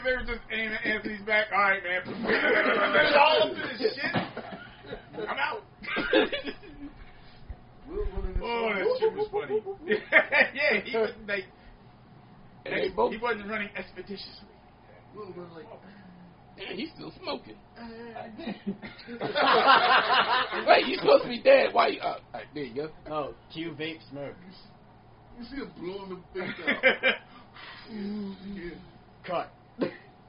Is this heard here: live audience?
yes